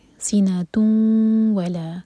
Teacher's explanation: ناک میں آواز لے جائیں گے اور دو سیکنڈس کا ٹائم دیں گے · Term: ادغام غنہ